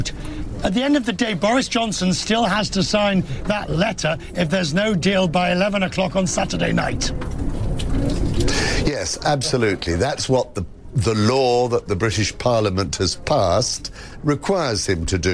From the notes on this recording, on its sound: live from the New York Stock Exchange